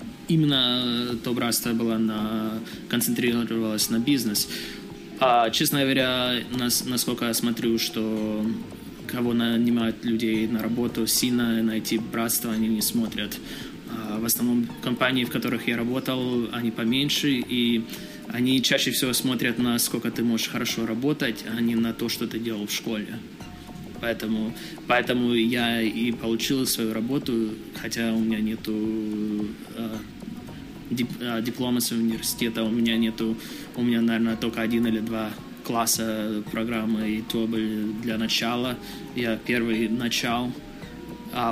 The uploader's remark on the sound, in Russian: Этот выпуск записан на конференции XPDays в Киеве.